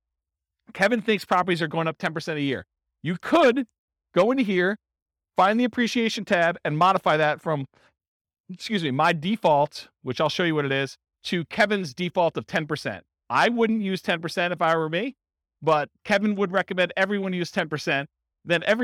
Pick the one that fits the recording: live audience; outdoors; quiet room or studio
live audience